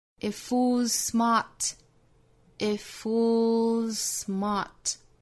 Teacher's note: a menace.好，我们再来看第二句话。It 后面的 t 略掉。It fools. It fools.我们首先要知道 F-O-O-L 后面加的 S 读浊辅音。Fools. Fools.那后面遇到了 smart 是清辅音的 s 打手。这个时候我们发现是两个相同口型的辅音相遇了。我们只取一个，那么怎么取呢？那其实它是包含了一个后进同化的语音现象，我们只发后面这个 smart 里面的 s,前面的 fools 尾部的 z 就不发了，所以这三个单词我们发成 it fools smart, it fools smart,那 smart 后面的 t 后面遇到辅音了，所以 t 略掉 smart